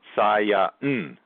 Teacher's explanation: The N sound is counted as a separate sound in Japanese.